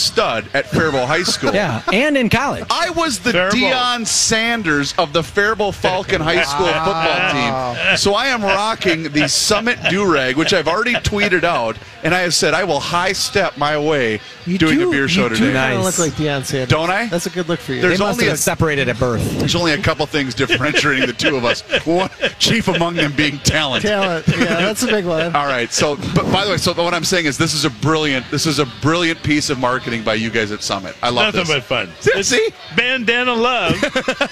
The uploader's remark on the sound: Live from the Fair. Live from the Great Minnesota Get Together.